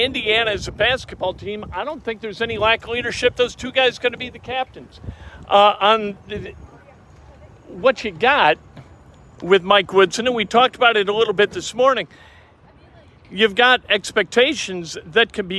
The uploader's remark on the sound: Live from IU Basketball Media Day with live interviews!